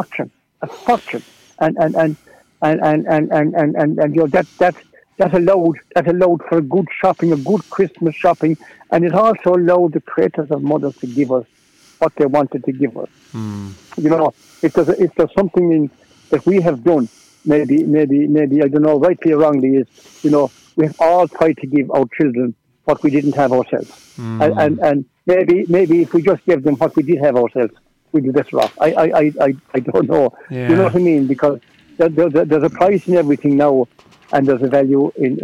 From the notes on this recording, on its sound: On the phone. From the SBCR studio.